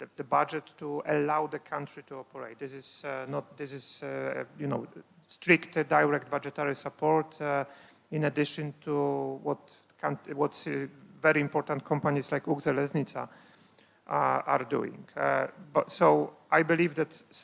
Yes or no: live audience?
yes